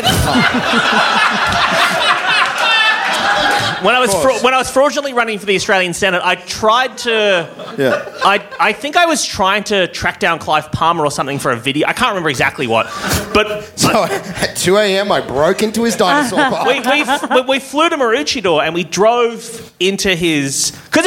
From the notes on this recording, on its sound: Recorded Live at Improv Theatre Sydney.